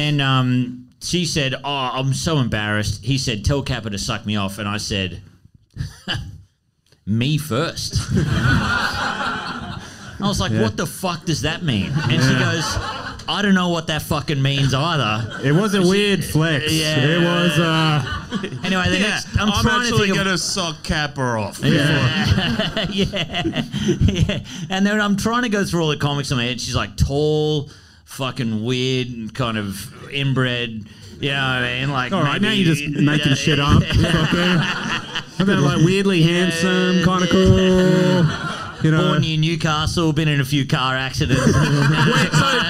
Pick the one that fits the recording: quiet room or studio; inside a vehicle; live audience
live audience